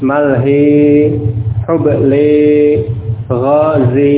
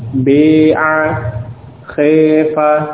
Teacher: Jadi alifnya diimalahkan, maka fathah yang sebelumnya ikut menjadi imalah.